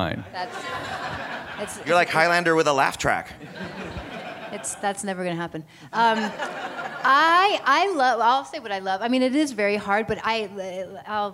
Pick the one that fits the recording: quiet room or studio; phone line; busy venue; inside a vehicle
busy venue